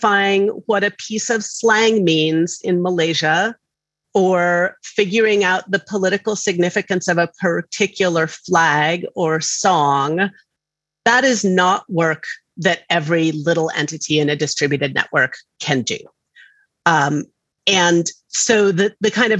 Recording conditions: video call